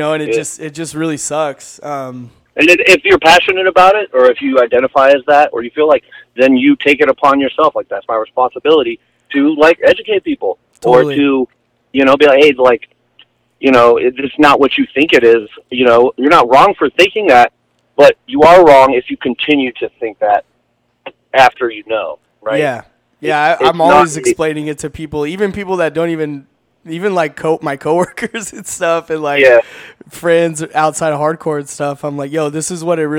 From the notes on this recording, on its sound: Hit the radio station phone line for a live radio interview. KZAA 96.5 FM.